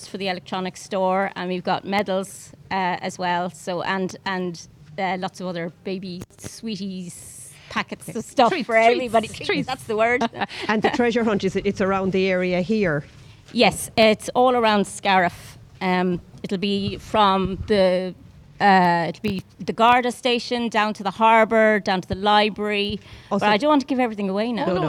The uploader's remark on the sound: As broadcast live from the outside broadcast area in the Fair green at the Scariff harbour festival 2023 on 5th August 2023